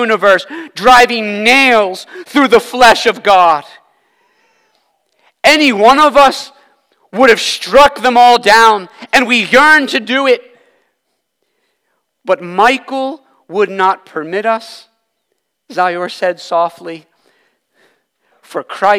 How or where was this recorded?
large echoing room